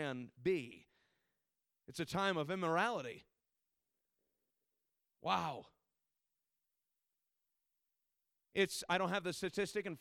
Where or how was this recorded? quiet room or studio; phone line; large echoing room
large echoing room